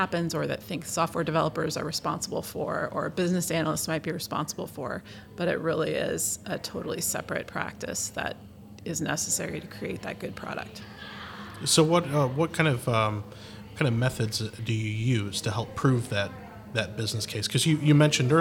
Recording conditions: busy venue